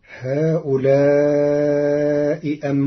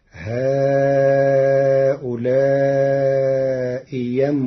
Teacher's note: قرأ ورش كلمتي هؤلاء أم بإبدال الهمزة الثانية ياء خالصة مفتوحة فتصير: هؤلاء يم هم ضلوا السبيل.